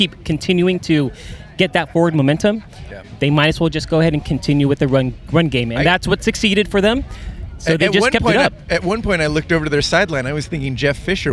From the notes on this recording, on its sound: The guys are at the Coliseum recording from the South Lawn.